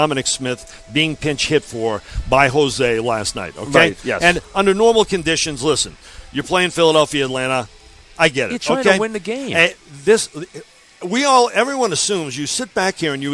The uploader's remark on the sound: live from Citi Field